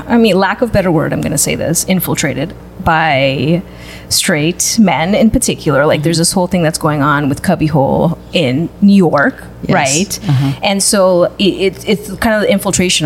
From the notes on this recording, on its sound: Are on location at Mother Bar located in the historic Mission District of San Francisco.